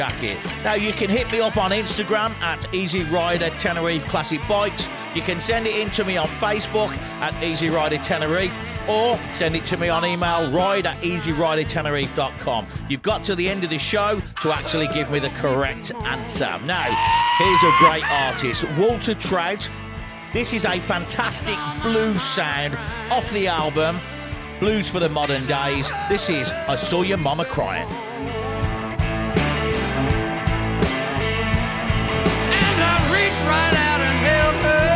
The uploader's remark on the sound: Live From The Hard Rock Hotel Tenerife. Comes to you live from the 13th floor of the Hard Rock Hotel in Tenerife.